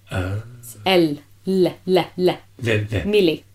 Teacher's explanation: It's a flat L. Okay. And then, the tongue is flat. There's no curl.